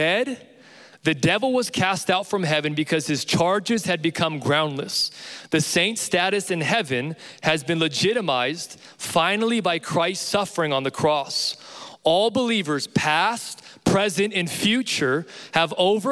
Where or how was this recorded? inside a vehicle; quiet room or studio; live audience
live audience